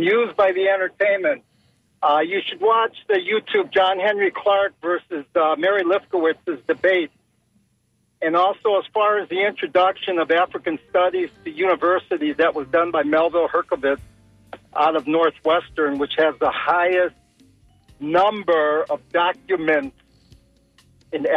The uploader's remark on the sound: unique magazine format call-in show